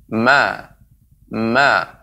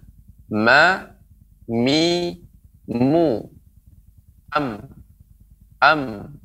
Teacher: pengucapannya ditambah dengan gunnah dengan dengung yang keluar dari khayshum dari pangkal hidung · Term: huruf mim